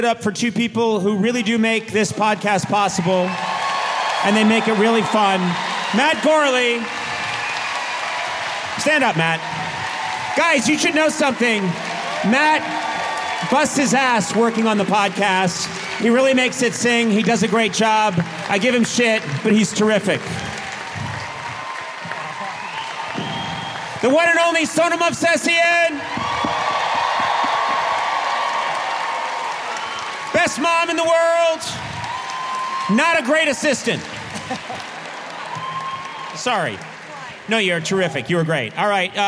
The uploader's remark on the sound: Live from the Wiltern Theatre. Takes live voicemails.